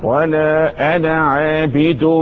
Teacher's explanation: يعني علامه مرور بتقول لك من فضلك يا قارئ القران الالف هنا ساقطه في الوصل